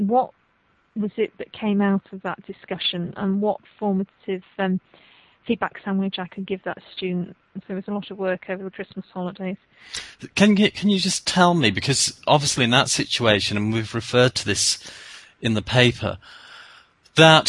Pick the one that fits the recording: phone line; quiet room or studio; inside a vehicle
phone line